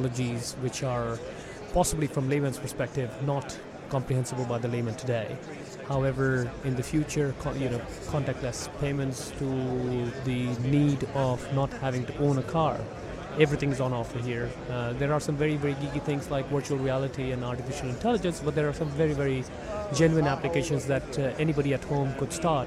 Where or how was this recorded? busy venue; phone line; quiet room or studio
busy venue